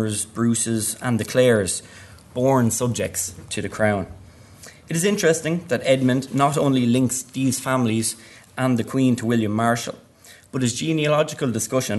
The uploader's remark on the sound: at the 2022 Tudor and Stuart Ireland Conference